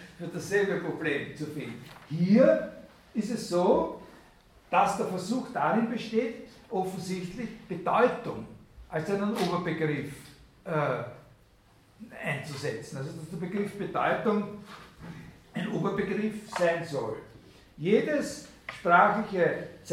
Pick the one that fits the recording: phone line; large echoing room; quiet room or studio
large echoing room